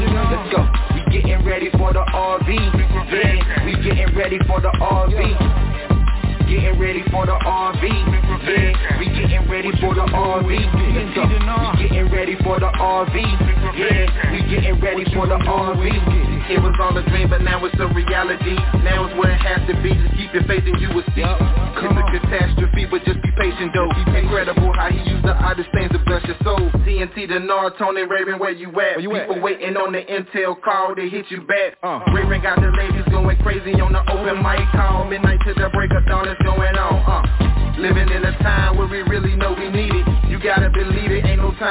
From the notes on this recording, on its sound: TNTSuperfantastic Conference Call.